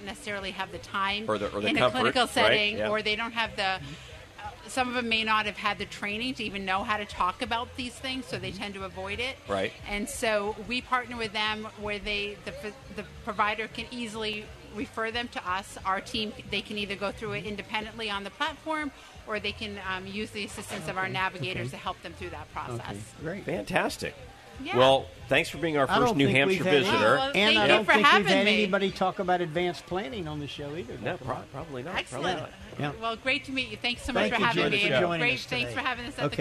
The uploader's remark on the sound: LIVE SPECIAL edition from the Florida Association of Accountable Care event